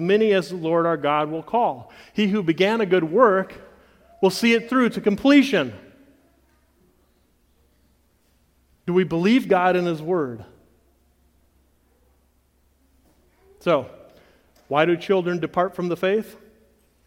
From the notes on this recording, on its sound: the audio from the Friday Session of the 2023 Bible Conference at CityGate Church in Portage, MI